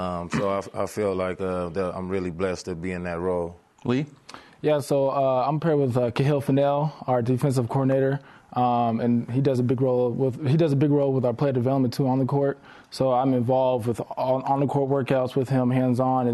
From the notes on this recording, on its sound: A live audience in Studio C.